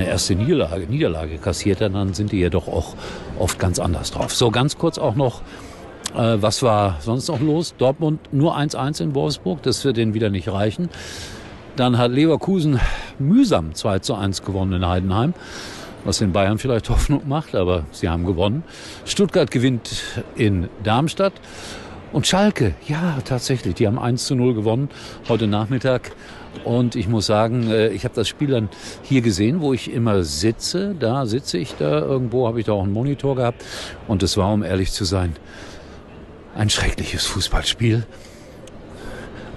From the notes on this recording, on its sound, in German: Für SKY in Mainz. Exklusive Aufnahmen Backstage von der SKY- Übertragung.